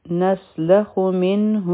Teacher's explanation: په منه کې اظهار دی دلته کې به مونږه نون کلیر وایو